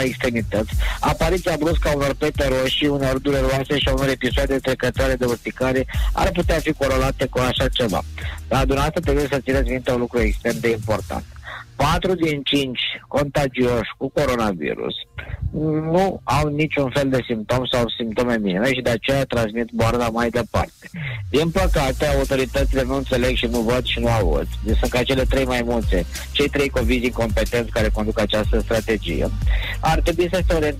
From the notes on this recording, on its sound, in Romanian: live prin telefon